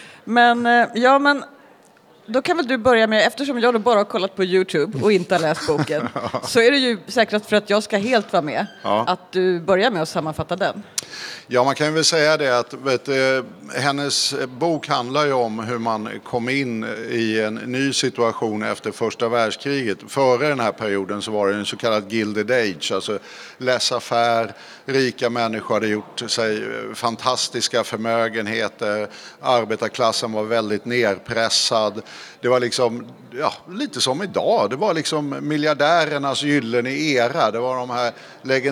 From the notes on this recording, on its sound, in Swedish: Live inför publik på Vänsterdagarna på mässan i Göteborg.